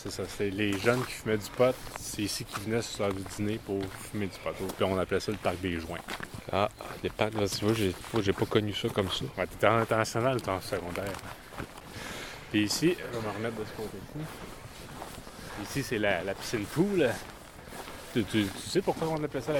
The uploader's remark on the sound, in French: Enregistré dans les rues de St-Hyacinthe